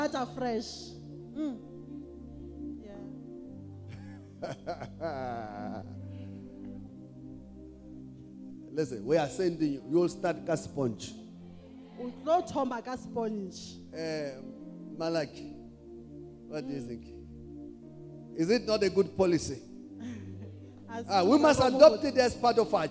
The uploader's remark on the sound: Day 1 Session 1 The Apostolos Thanksgiving Conference 2023